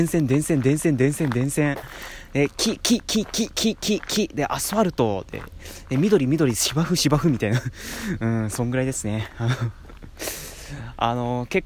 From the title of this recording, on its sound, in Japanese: おさんぽしよ。＠とある公園